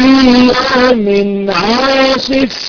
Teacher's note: فصوت الفاء هيجري كذلك الهاء اللي هو النفس هيجري مع الفاء · Term: صفة الهمس